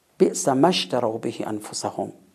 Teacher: در هر صورت تکیه صوتی بر حرف ما قرار میگیره، چه سرهم چه جدا